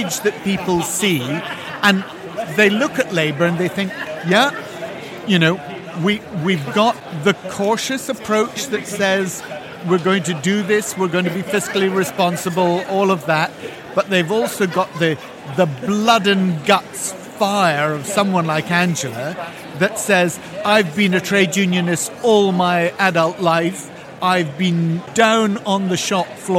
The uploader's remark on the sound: Recorded in the Heathrow Lounge at Liverpool’s ACC on Monday morning